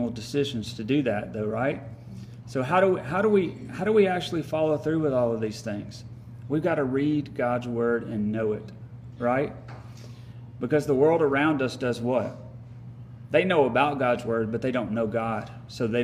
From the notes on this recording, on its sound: Live recording from Midweek Bible Study at Friendship Baptist Church, Sturgis, MS.